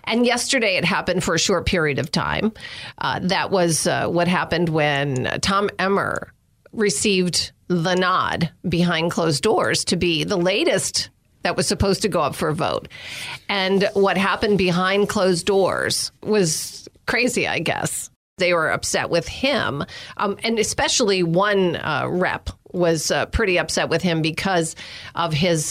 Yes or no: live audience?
no